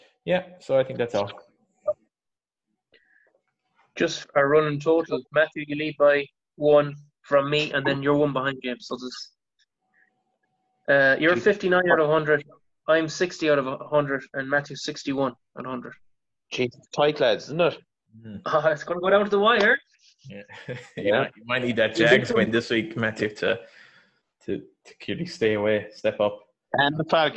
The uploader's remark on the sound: This was recorded over zoom so apologies for sound quality.